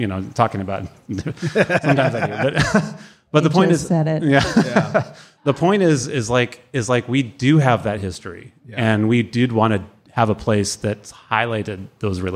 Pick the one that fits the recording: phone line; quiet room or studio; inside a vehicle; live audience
live audience